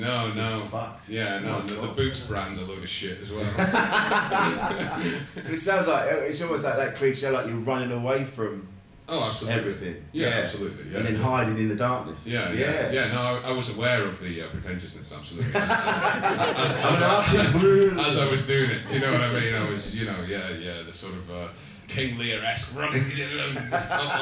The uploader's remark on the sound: LIVE SHOW from Edinburgh. Recorded live at the 2019 Edinburgh Fringe.